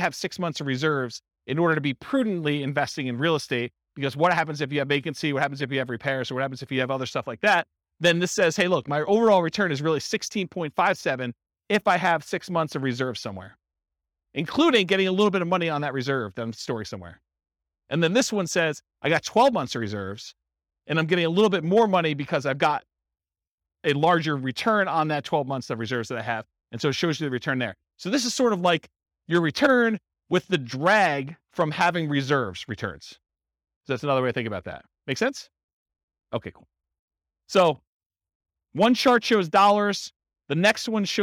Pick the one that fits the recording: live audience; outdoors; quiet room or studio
live audience